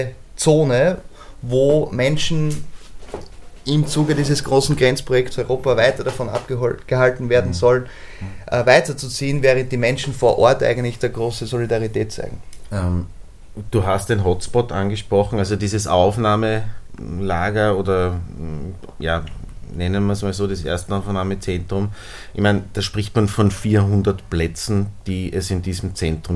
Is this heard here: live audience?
no